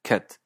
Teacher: en ciertos acentos, la vocal de kit se pronuncia centralizada